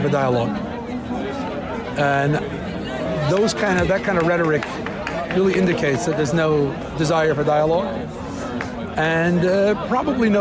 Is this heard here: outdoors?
yes